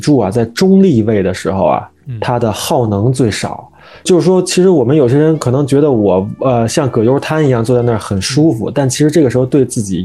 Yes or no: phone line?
no